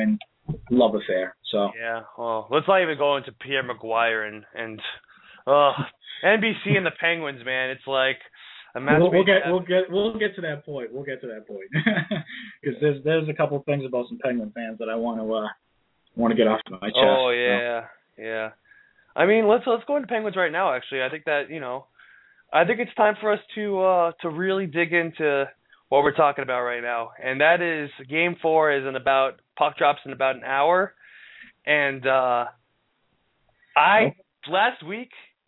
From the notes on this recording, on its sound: Here come's another LIVE episode of Sports Blaggah Radio straight out of Boston! An open forum program where you, the listeners, call in and ask your questions.